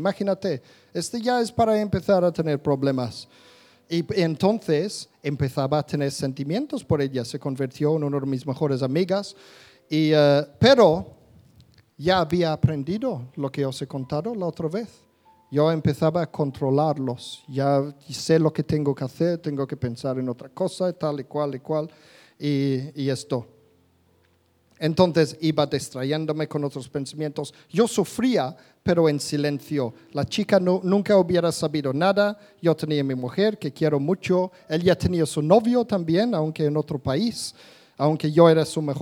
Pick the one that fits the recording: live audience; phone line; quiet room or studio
live audience